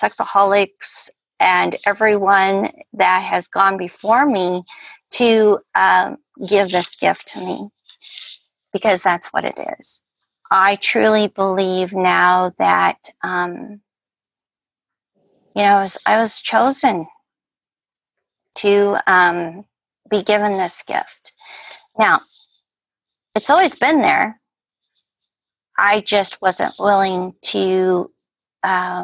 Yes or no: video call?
yes